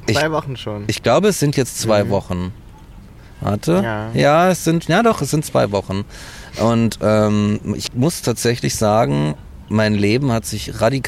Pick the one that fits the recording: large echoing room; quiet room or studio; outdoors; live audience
outdoors